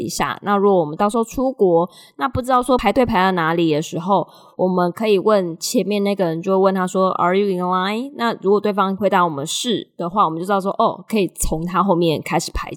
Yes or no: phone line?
no